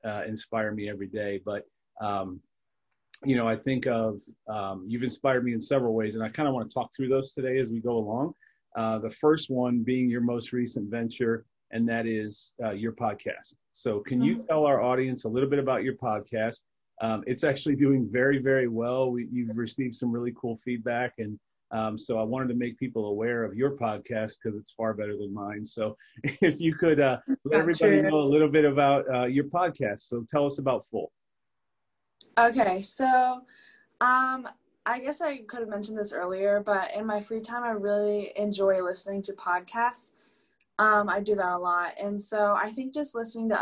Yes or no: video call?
yes